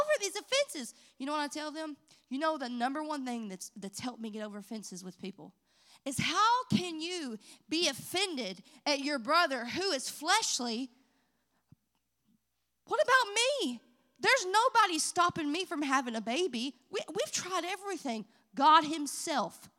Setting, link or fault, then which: setting, large echoing room